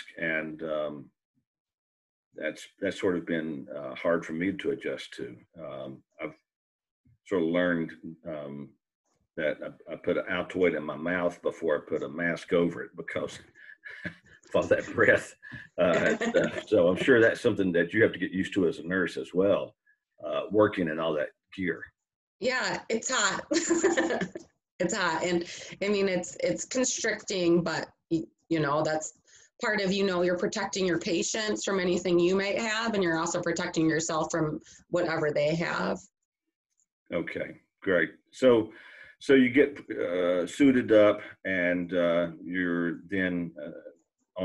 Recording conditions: video call